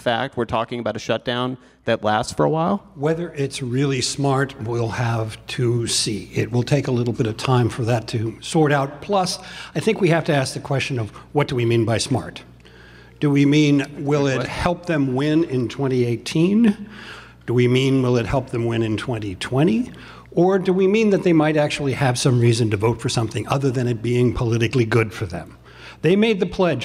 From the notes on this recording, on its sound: In front of a live audience at the Warner Theatre in Washington, D.C.